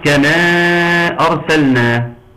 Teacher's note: والمد مقدار اربع حركتين عند حفص وعند رش ست حركات · Term: مد منفصل